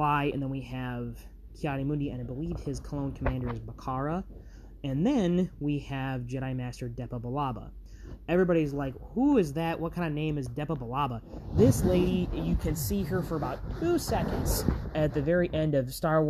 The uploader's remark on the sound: the background noises of this episode